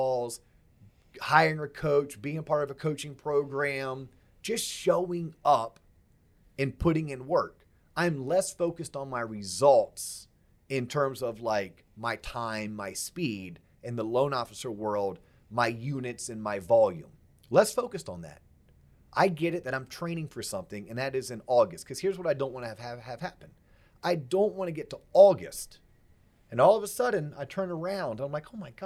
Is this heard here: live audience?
no